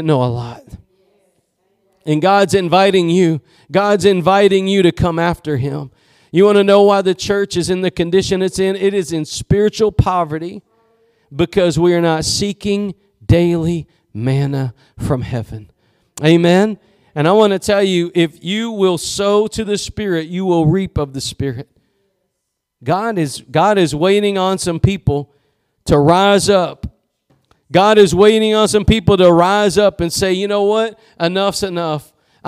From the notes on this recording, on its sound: Preached at Gospel Lighthouse in Bossier City, La.